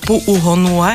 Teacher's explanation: keď si to práve vyslovoval, tak tam je taká glotálna pauza, takéto Puuhonua a to patrí medzi 13 písmen Havajčiny, ktoré vždycky dávajú taký apostrof, takú pauzičku.